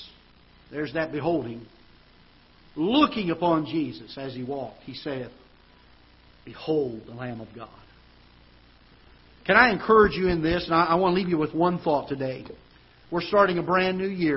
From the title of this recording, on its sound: Ketha Heights Baptist Church ~ Live Broadcast